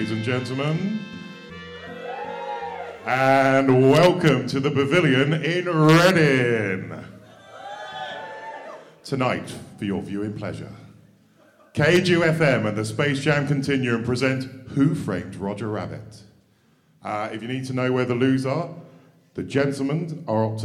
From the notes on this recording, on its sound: In this, the first ever Space Jam Continuum Live Show. Enlist the help of a studio audience.